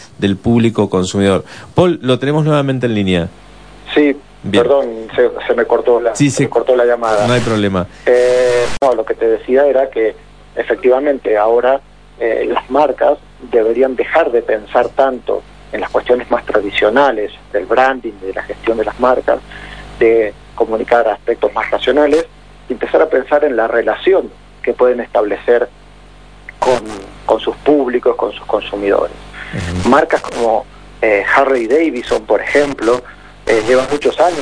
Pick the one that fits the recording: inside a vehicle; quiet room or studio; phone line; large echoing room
phone line